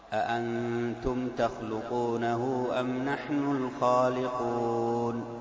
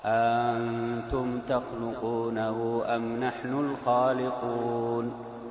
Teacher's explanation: الحكم الأول إبدال الهمزة الثانية ألفا بدل أأنتم تصير أنتم بمد الألف دون همزة · Shown in: second take